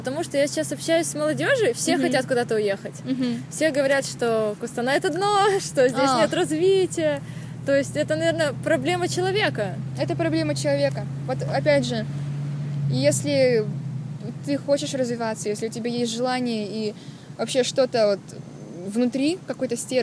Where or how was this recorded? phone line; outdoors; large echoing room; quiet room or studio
outdoors